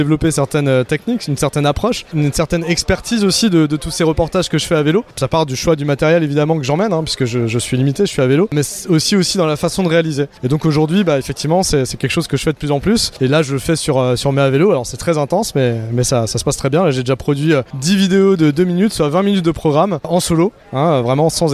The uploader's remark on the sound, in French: A notre micro, lors du Cargo Bike Festival de Lyon